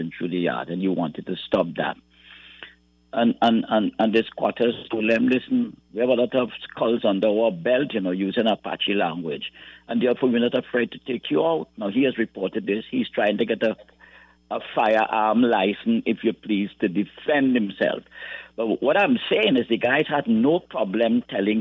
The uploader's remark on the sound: During this hour we take calls from our audience